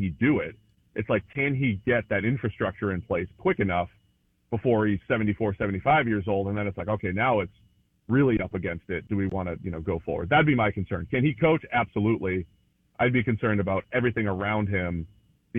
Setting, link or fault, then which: link, phone line